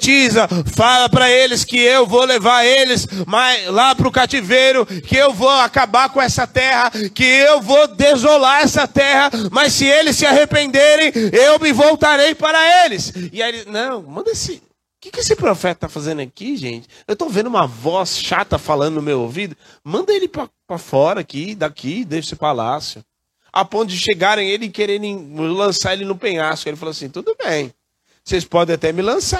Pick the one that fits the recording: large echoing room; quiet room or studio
large echoing room